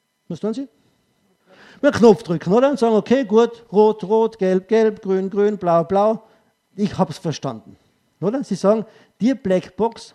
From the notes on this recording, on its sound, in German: Ausschnitt aus dem ÖGWT-Vortrag